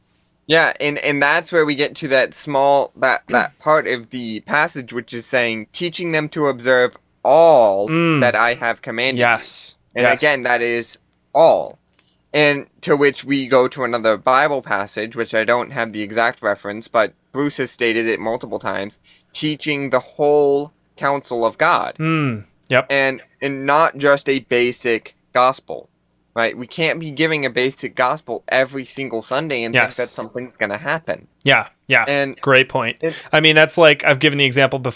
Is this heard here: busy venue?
no